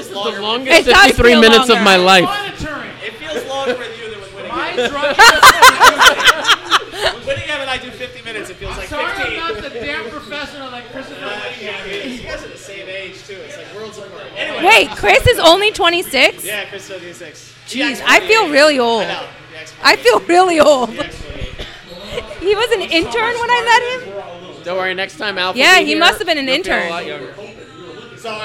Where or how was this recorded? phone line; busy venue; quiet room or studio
busy venue